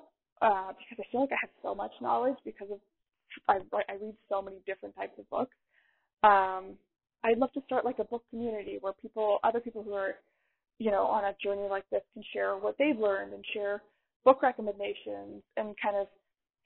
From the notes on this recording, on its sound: I am sorry in advance about the sound quality.